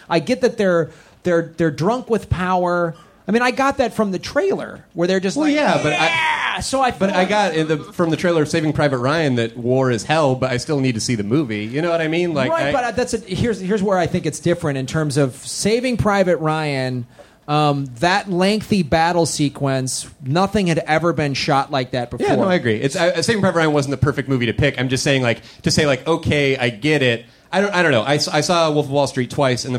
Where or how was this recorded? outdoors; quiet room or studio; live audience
live audience